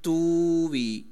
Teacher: جب تووی ہوا تو دو واویں اکٹھی ہو گئی جن میں سے پہلی ساکن اور دوسری متحرک ہے، تو اب یہ ادغام کرنا پڑے گا تووی، تو اس اظہار کے ساتھ، تو یہ ثقل پسند نہیں کیا گیا، اس لیے اس کو حمزہ میں باقی رکھنے میں زیادہ تخفیف ہے.